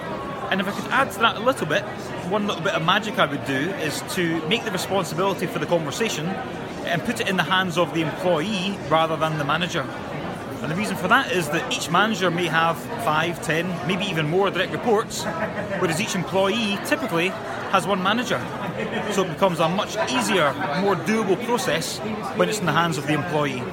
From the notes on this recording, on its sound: visited the CIPD Festival of Work 2019